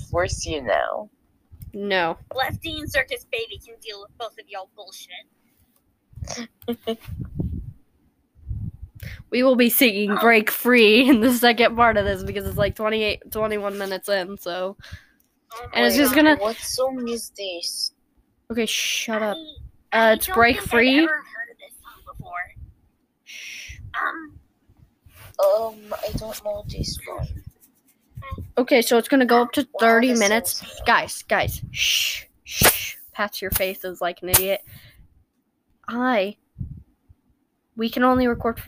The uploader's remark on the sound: Sorry you couldn't hear them well, my audio wasn't up loud enough.